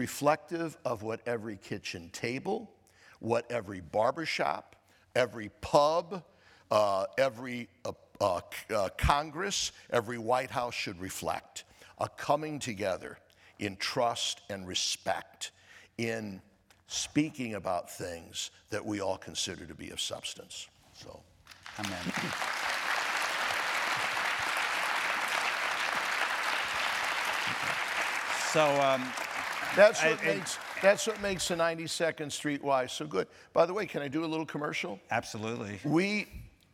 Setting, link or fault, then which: setting, live audience